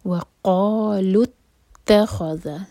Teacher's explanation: لام کو تا سے جوڑیں گے، تا سٹرانگ پڑھا جائے گا. وَقَالُوا اتَّخَذَ، تا لائٹ خا ہیوی، ذال لائٹ، اور ذال کو ز نہیں بنانا، یہ بہت کامن مسٹیک ہے.